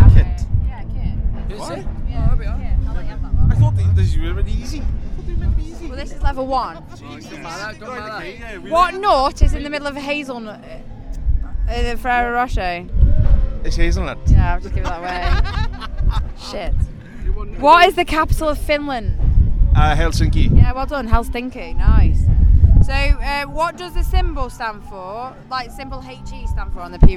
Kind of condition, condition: fault, wind noise